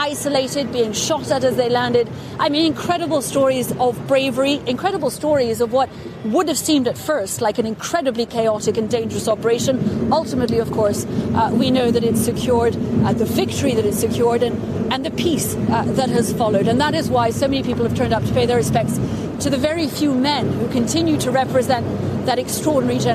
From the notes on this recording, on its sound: live from the New York Stock Exchange